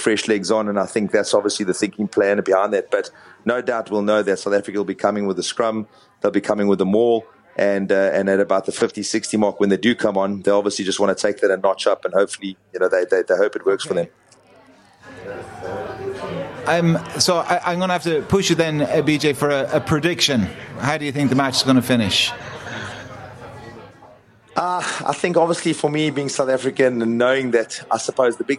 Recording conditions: busy venue